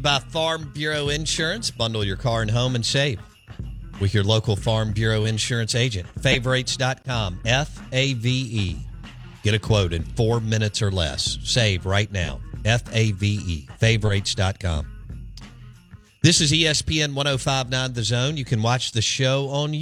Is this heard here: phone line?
yes